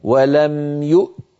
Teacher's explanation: فننطق همزة ساكنة ثم تاء شديدة ثم مهموسة